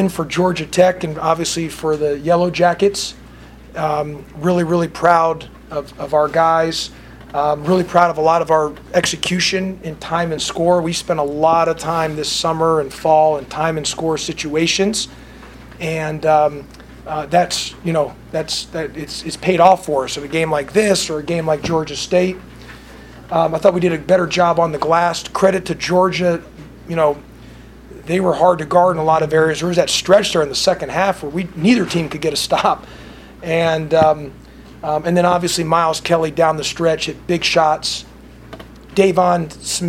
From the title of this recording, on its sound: postgame press conference (UGA)